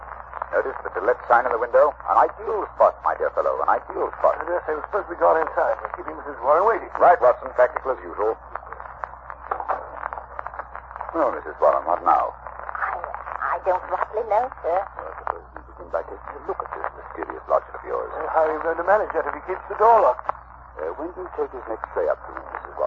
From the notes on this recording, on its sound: Audio is scratchy, fair quality.